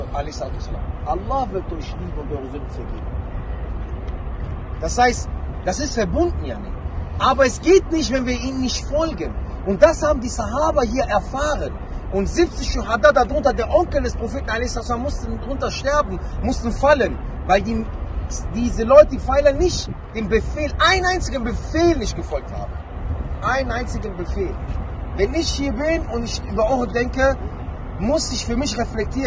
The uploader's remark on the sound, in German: Ein Vortrag bei der Umra 2022. Ein weiterer Vortrag aus der Umra, und direkt aus dem Berg von Uhud. Die Aufnahme ist diesmal etwas besser von der Qualität.